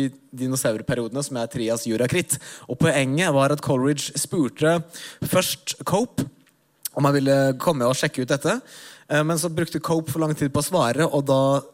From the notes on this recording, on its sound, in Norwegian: Live fra Uhørt! Dino & vino er et liveshow der vi drikker vin og snakker om dinosaurer, og alle er invitert!